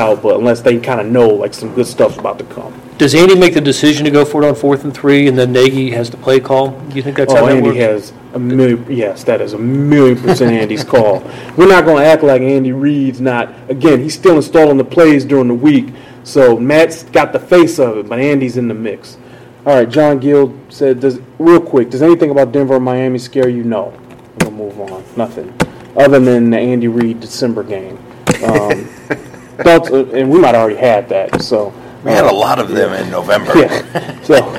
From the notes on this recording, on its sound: live from Arrowhead Stadium